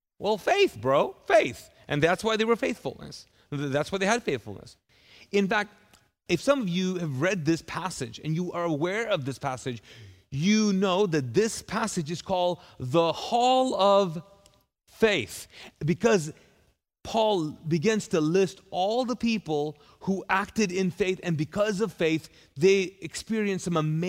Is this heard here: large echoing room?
yes